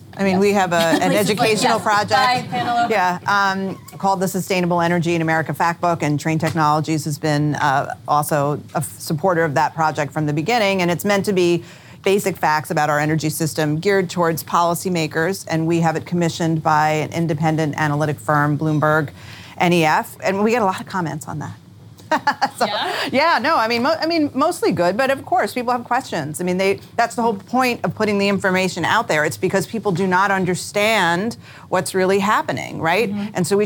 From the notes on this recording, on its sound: This special episode features a moderated conversation between four sustainability leaders, recorded live from Climate Week NYC.